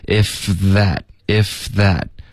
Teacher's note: If that goes well, they may even want to make an album.OK，这个 if that 这一段你要注意 F 的音跟 Z 的音两个都是摩擦音，你要直接从一个音滑到另一个